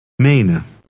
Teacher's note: The first E is long, and the EN ending is unstressed.